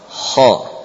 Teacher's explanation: Kha adalah dari ujung tenggorokan · Term: makhraj huruf kha